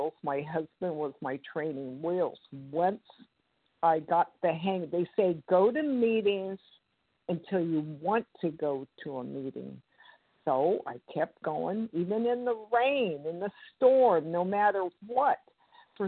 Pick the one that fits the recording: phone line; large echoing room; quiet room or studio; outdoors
phone line